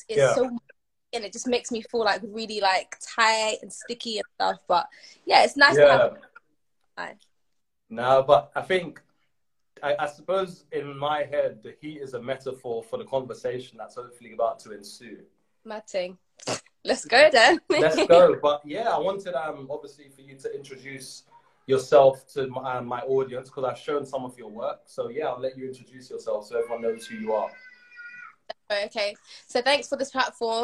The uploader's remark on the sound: via Instagram live